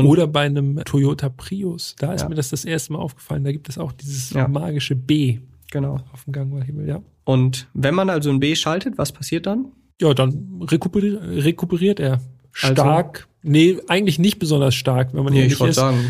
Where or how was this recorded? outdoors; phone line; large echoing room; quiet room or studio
quiet room or studio